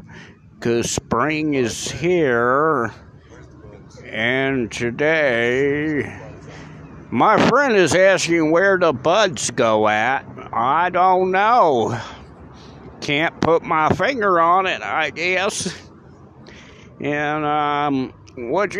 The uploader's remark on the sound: Live on the street first time for that